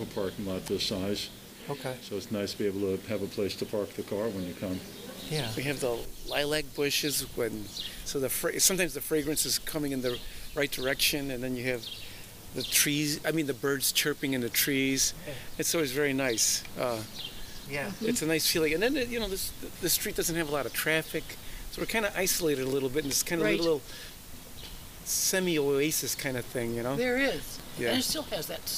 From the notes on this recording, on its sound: Recorded at a rally in response to Asian hate crimes held at The Buddhist Temple of Chicago in the Uptown Community.